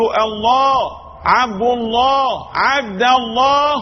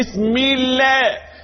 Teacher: هكذا تفخم اللام في لفظ الجلالة عن فتح أو ضم · Shown in: first take